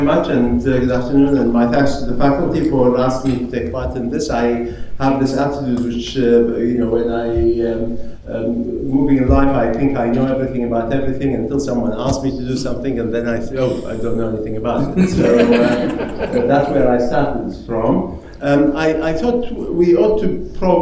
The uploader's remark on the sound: Recorded at the Faculty of Family Planning and Reproductive Healthcare annual symposium in Warwick this year.